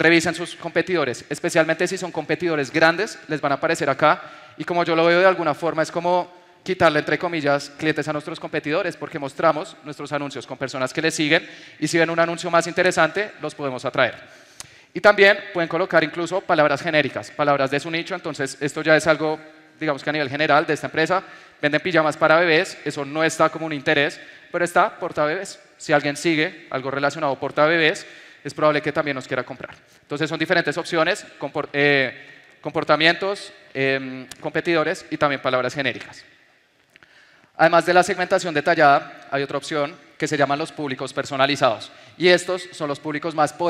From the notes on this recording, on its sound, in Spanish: te comparto la grabación de una conferencia que di en Medellín el 8 de octubre del 2022